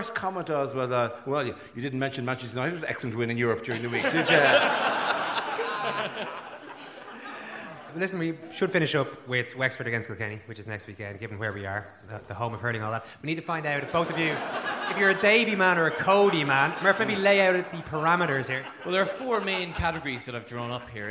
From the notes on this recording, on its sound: Recorded live at Langton’s Ballroom in Kilkenny City for the Kilkenny Cat Laughs comedy festival.